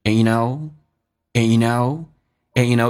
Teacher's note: You 说成 yeah No 说成 n 用鼻音说一下 You know And 直接说成一个鼻音 N